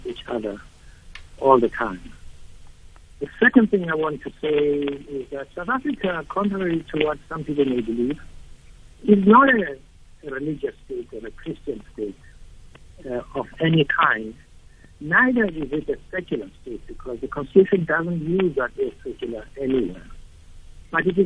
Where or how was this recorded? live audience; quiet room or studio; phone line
phone line